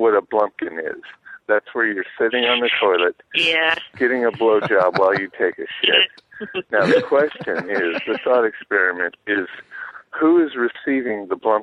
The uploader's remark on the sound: Answer Is That Gay phone calls.